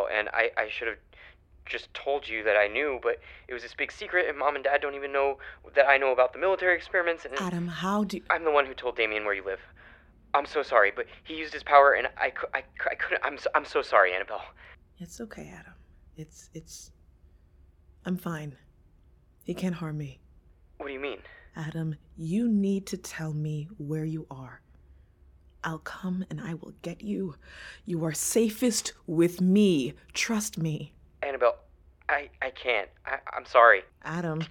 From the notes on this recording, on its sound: Phone conversations